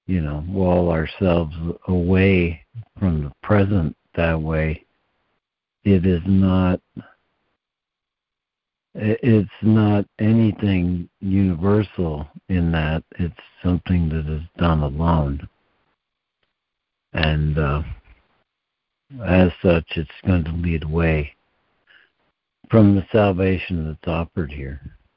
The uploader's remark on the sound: ACIM Daily Conference Call